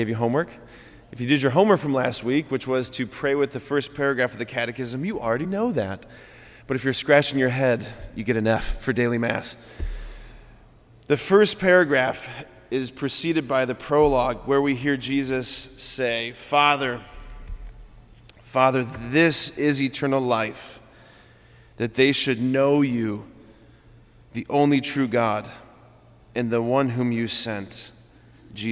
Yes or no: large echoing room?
yes